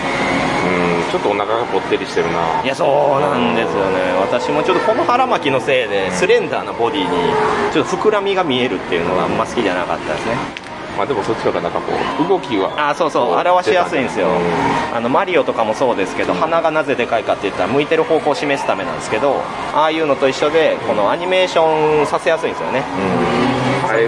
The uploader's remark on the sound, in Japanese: 一部、屋外での収録のため、騒音雑音が入っております。